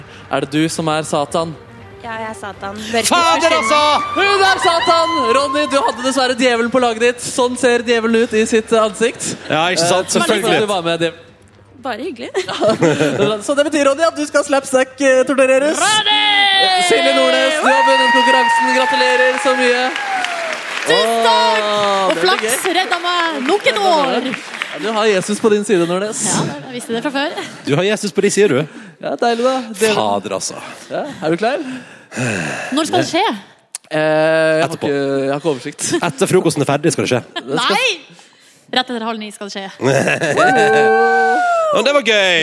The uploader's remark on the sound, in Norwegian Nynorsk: Julefrukostsending frå Store studio. Vi feirar ilag med publikum i salen.